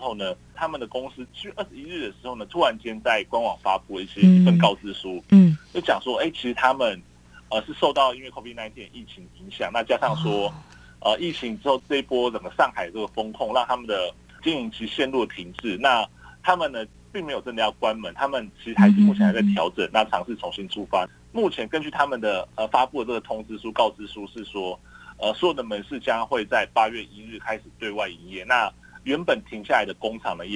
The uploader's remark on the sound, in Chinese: 連線訪問中央社駐上海記者